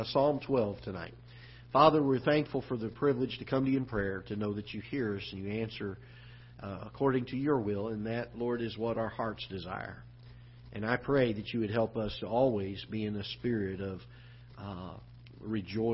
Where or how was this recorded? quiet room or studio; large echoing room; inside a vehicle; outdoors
large echoing room